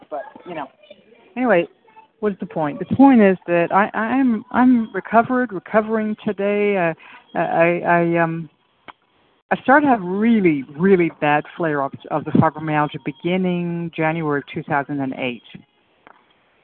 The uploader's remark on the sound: from the 100 Pounders Phone Meeting, 7/7/23